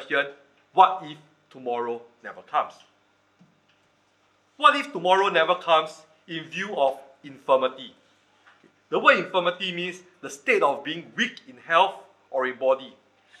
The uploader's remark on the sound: Recorded Live/Sermon